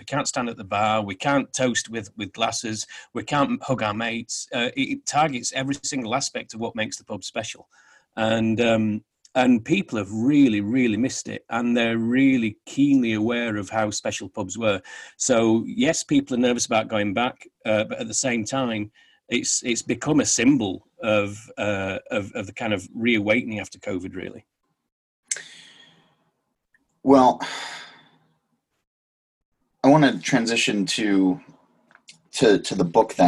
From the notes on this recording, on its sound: Joined the show via Zoom. From London.